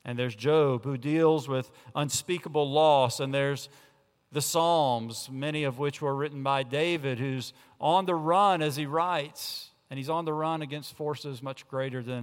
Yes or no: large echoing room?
yes